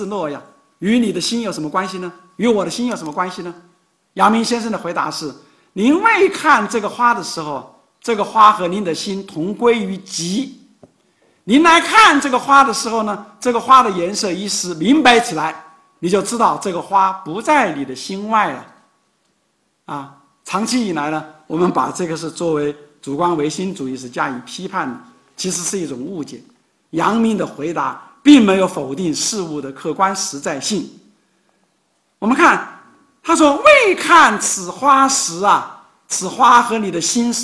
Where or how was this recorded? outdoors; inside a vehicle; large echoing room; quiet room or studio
large echoing room